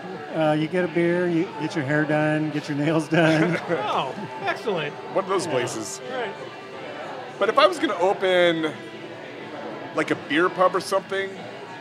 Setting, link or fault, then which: setting, busy venue